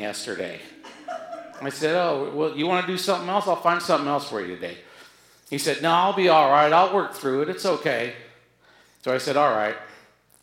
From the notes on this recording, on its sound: on stage at Alberta Abbey for live storytelling with Portland Story Theater